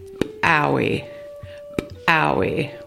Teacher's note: This word is used to practice the letter called ejective P in the Klallam alphabet. The ejective P sound in Klallam is pronounced just like the English letter P, but with a stronger pop.